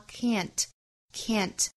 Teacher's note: 美音之中会发 can't, can't,包含的元音是梅花 a,那梅花 a 我们在周一也讲到了，应该是发 a,上下齿之间的间距是两指，左右嘴角尽量打开 a, can't, can't lose.好，我们来用非常慢的速度分别用英音和美音读一下。Success is a menace. It